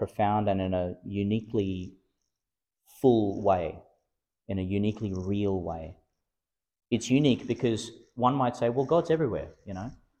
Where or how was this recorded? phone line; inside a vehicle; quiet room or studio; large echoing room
large echoing room